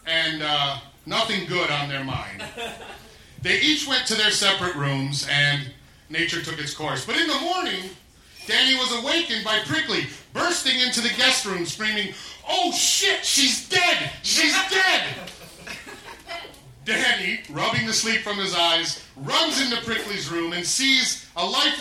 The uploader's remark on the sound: Recorded live at The Virgil in Los Angeles on October 18, 2015.